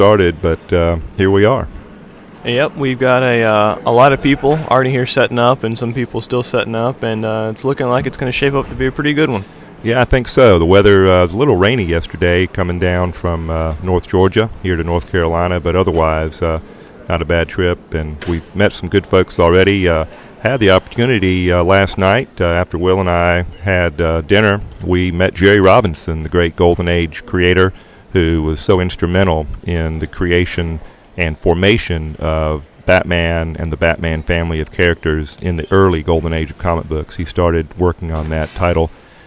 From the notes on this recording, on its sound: We are “live” from Heroes Con 2007!